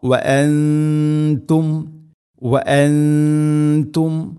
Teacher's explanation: നൂനിനെ അവ്യക്തമാക്കി മണിക്കണം. ഇഖ്ഫാഉ ബിഗുന്ന വഅൻതും സാകിന നൂനു ശേഷം ത വന്നു.